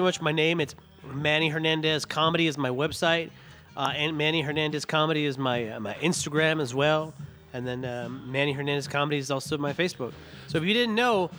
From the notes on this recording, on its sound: Recorded at Alpine Pizza in Flagstaff. Recorded at Alpine Pizza in Flagstaff, the best pizza in town!